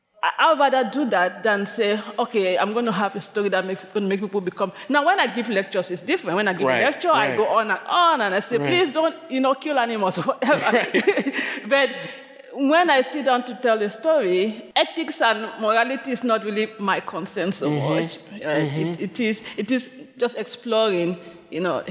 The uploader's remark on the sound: recorded at the 2023 AWP Conference in Seattle, Washington.